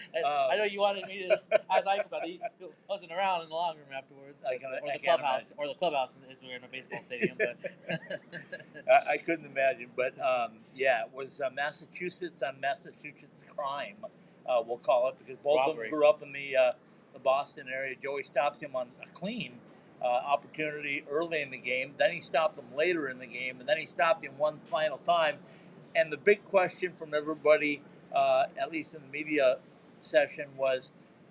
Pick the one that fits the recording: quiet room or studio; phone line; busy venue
busy venue